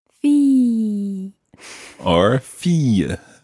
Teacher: you can decide to do a sort of y at the end or just leave it as fille.